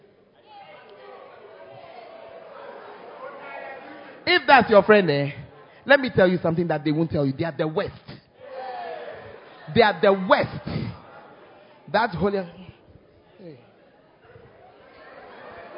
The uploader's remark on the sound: Preached at First Love Center, Ayeduase (Gathering Service)